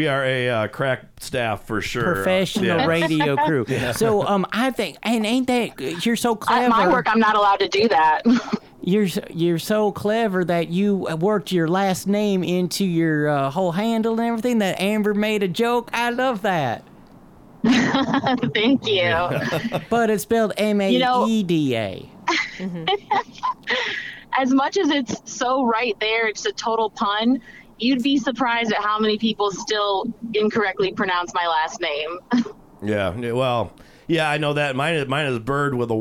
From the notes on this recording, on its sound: joins the crew by phone